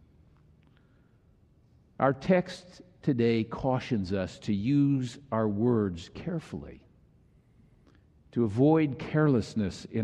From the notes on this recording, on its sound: was delivered during the Traditonal Worship service